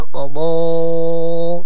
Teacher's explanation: الألف هنا لابد أن يفخم لأنه بعد الضاد والضاد يعني من حروف الاستعلاء